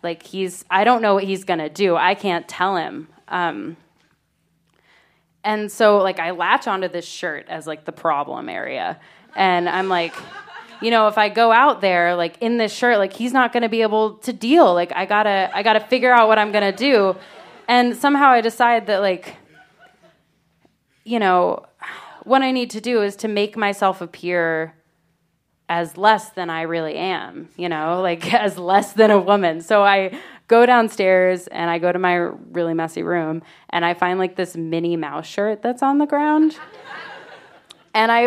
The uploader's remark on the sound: Told this story live on 15 February 2017.